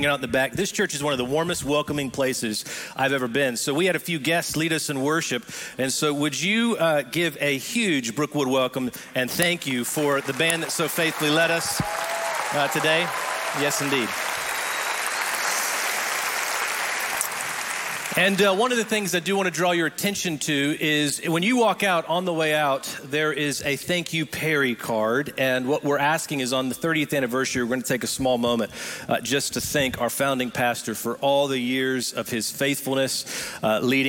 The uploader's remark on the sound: Recorded live at Brookwood Church.